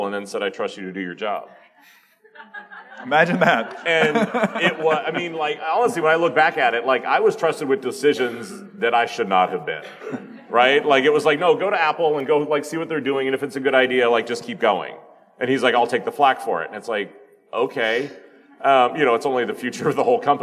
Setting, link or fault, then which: setting, live audience